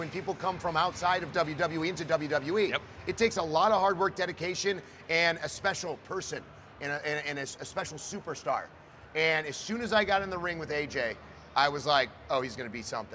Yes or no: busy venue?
yes